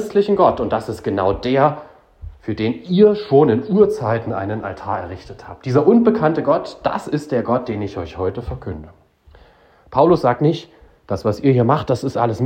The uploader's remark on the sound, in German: Predigt zum Bittgottesdienst am Mittwoch vor Christi Himmelfahrt 2023 in Beinrode